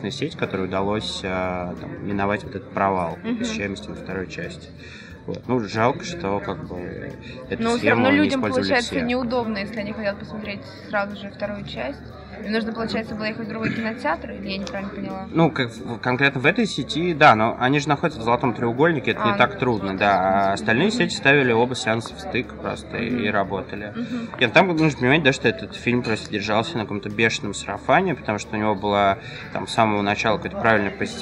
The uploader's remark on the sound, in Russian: записан на фестивале «Кинотавр».